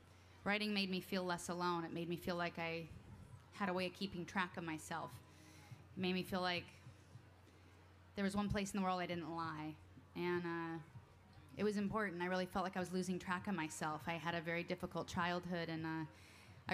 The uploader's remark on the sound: 2012 Library of Congress National Book Festival